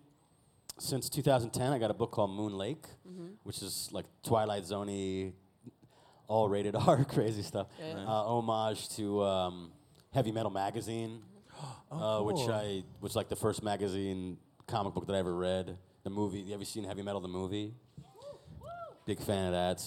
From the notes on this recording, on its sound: LeakyCon Boston. LIVE FROM LEAKYCON.